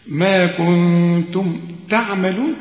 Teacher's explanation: ما كنتم، ما اهو شوف النطق سليم ازاي، كنتم النون بعدها التاء، والتاء من حروف الاخفاء، هنا في غنة وتخفي